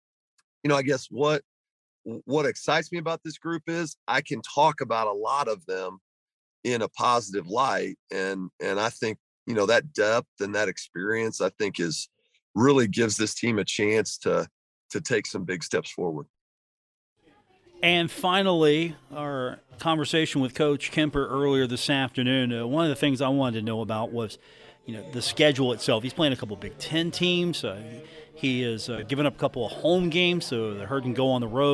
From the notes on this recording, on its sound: live from The Union Pub and Grill in Huntington, WV for today's broadcast.